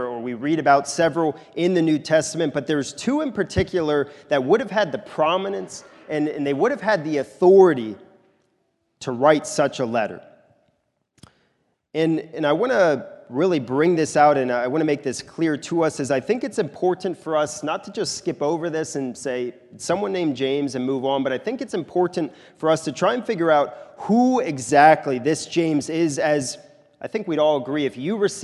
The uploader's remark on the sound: This is a sermon recorded at the Lebanon Bible Fellowship Church in Lebanon, PA during the morning service of 1/7/2024